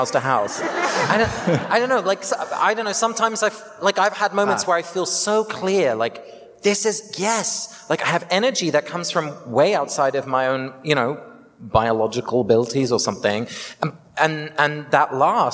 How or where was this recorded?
live audience